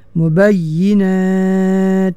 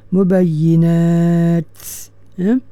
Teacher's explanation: kita waqaf pada huruf ta tu dengan menzahirkan sifat hamas dia